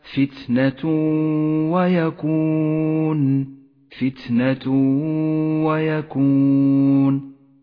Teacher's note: حكم الإدغام بغنة عند قوله تعالى فتنة ويكون، فتنة ويكون، التنوين جاء بعده حرف الواو وهو من حروف الإدغام بغنة، نسقط التنوين من اللفظ